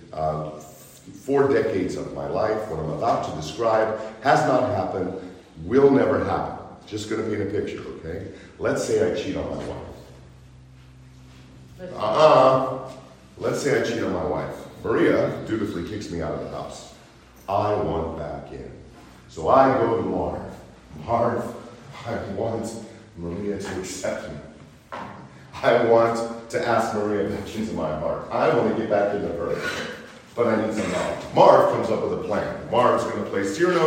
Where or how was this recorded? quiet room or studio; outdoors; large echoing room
large echoing room